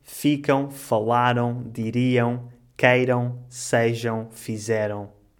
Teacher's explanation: Quando a palavra acaba em AM, lê-se ão como na palavra cão.